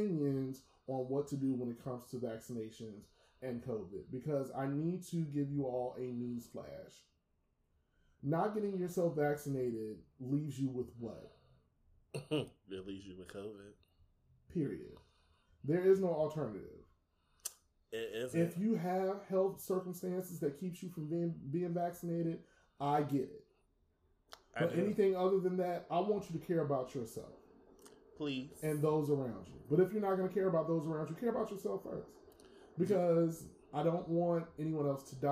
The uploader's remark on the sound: Technical difficulties.